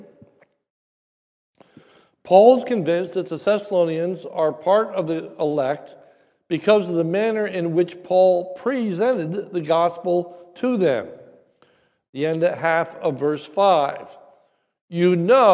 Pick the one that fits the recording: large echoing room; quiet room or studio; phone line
large echoing room